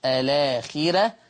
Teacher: هذه الراء مرققة، السبب لأن هذه الراء مفتوحة